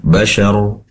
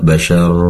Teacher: Syar di sini ada waqaf, berhenti, maka pastikan pendek shinnya. · Shown in: first take · Bashar, tidak bashar, tadi terdengar panjang ya.